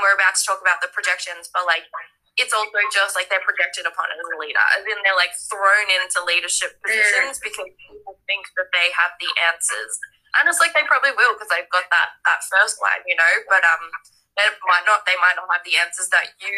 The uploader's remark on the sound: Today we have the audio from an instagram live